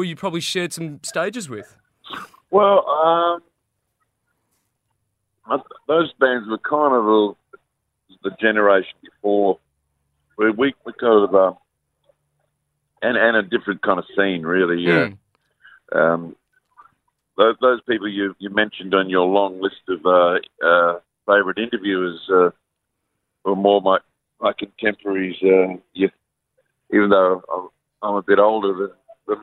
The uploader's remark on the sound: got on the phone